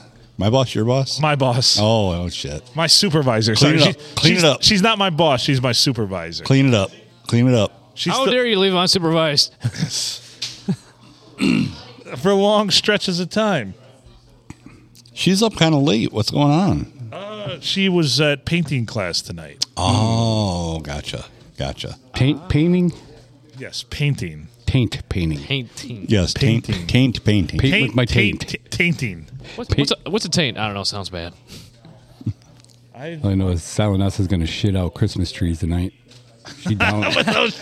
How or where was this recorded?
busy venue